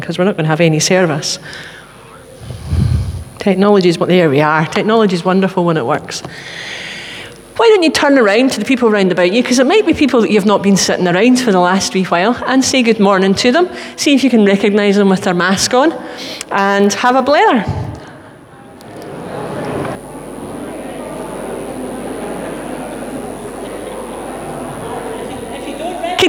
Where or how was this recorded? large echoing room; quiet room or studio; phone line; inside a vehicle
large echoing room